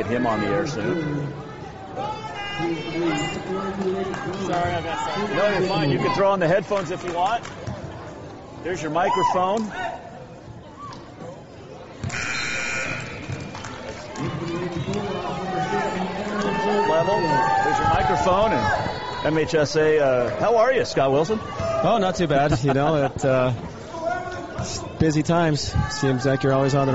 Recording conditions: busy venue